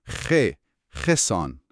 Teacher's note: موقع تلفظش باید یه گرفتگی خیلی خفیف، یه استحکاکی تو حلق حس بشه · این صدا از حلق میاد، درسته؟ با های ما فرق داره. کاملا فرق داره.